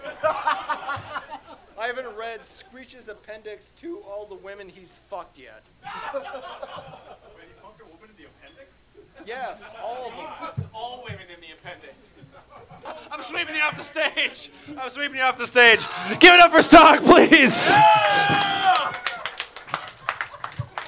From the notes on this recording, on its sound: The live shenanigans continue!